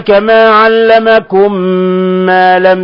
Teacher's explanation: ميم ساكنة أضغمت في الميم المتحركة فصارت ميما واحدة مشددة · Term: إضغام مثلين صغير